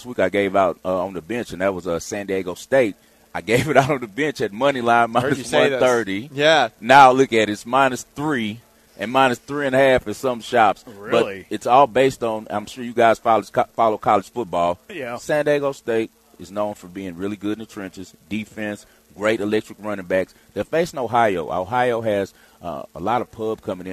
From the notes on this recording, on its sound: LIVE from Circa Resort & Casino in Las Vegas!